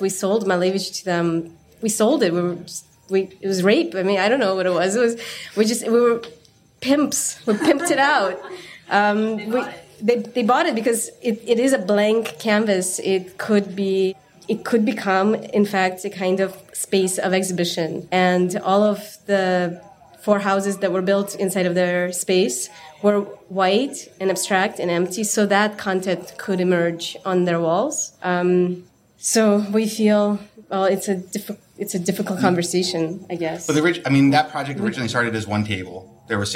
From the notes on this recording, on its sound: at Jai & Jai Gallery in Los Angeles, part of Archinect's first live-podcasting series, Next Up